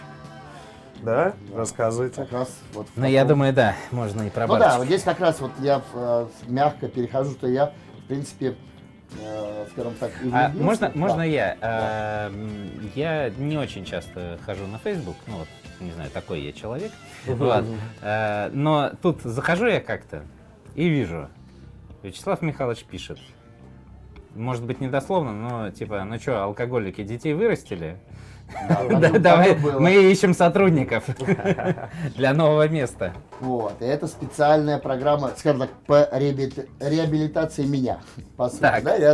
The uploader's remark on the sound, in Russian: записывали во время прошедшего недавно MBS 2019